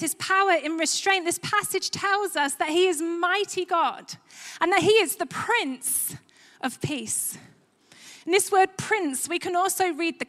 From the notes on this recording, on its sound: Recorded live at Life Church Lancashire 19th December 2021.